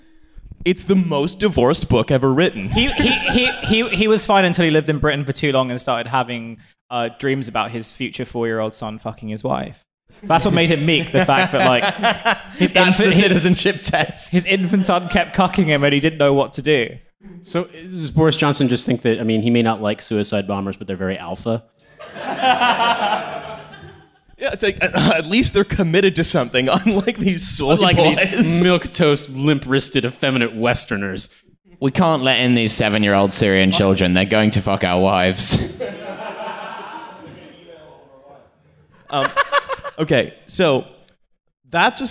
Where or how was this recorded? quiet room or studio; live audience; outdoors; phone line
live audience